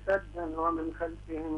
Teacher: يدغم التنوين في الواو